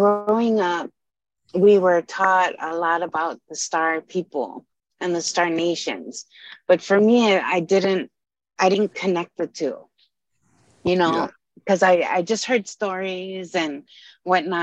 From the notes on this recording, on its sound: zoom call